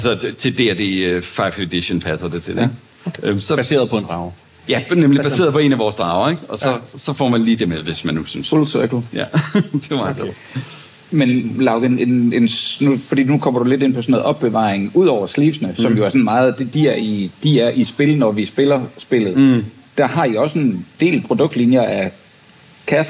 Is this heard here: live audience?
yes